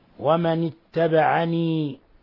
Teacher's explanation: نافع يمد الكسرة يقلبها ياء حالة الوصل